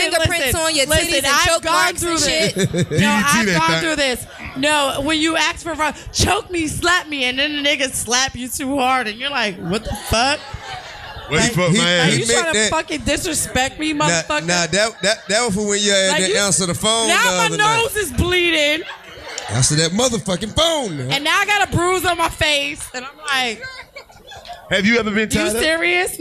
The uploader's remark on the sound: Live From The Highline Ballroom